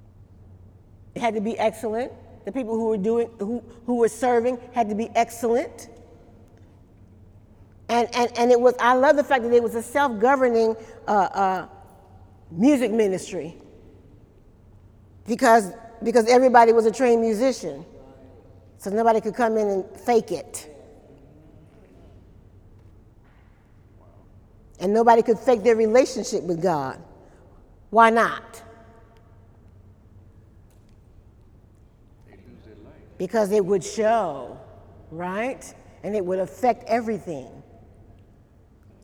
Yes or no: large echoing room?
yes